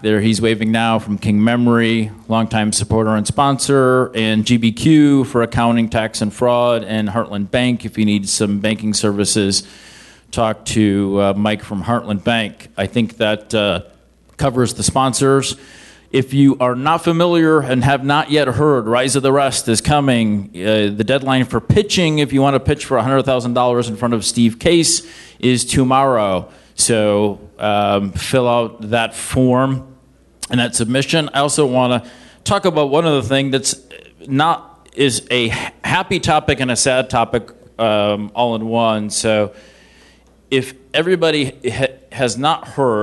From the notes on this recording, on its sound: Startup Grind Columbus. This is the audio recording from the live event.